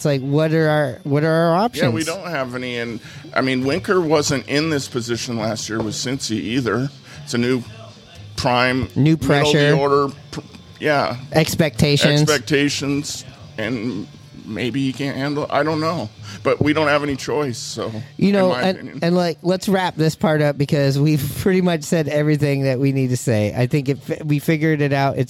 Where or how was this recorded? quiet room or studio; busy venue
busy venue